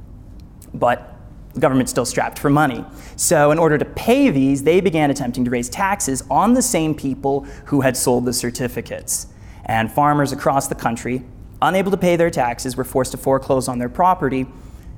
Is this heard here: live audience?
yes